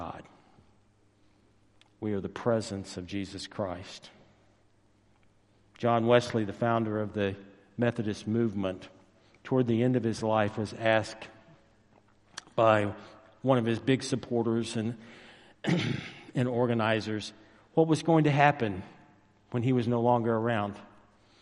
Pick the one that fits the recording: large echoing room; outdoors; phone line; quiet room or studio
large echoing room